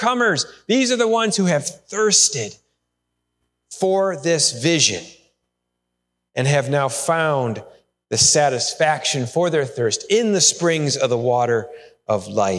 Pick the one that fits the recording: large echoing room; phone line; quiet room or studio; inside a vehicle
large echoing room